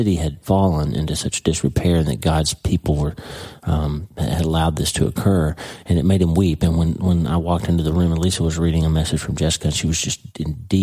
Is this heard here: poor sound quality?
no